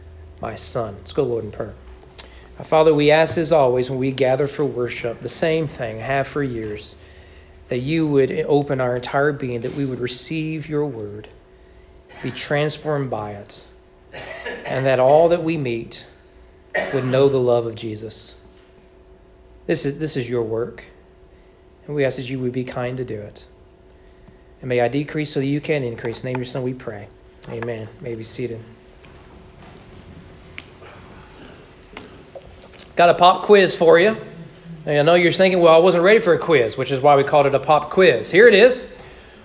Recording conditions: large echoing room